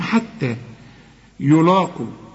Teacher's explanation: رقق اللام بالمد بتاعها وفخم القاف